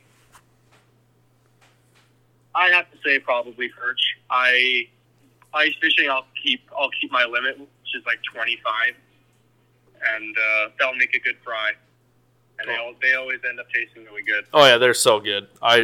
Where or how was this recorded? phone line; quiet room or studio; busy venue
phone line